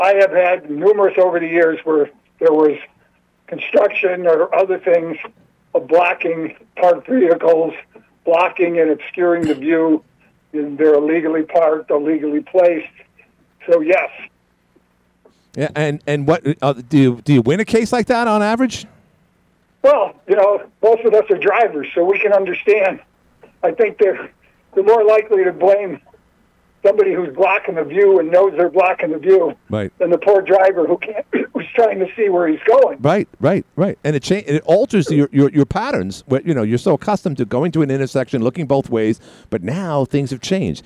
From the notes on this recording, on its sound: called